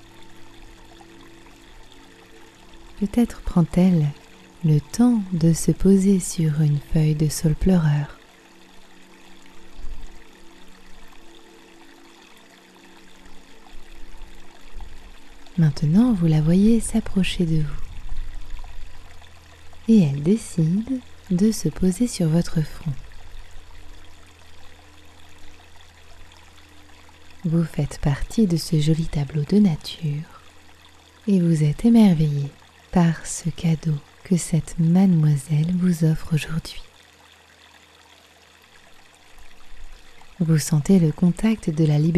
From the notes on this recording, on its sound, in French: Méditation au son de l'eau. Avec un enregistrement du son de la rivière de ma Normandie de coeur issue d'un petit village perdu dans l'Eure et entourée des libellules Mademoiselles. Vous serez surpris par ce son pur que j'ai pris soin d'enregistrer lors d'une agréable promenade avec mon tendre mari...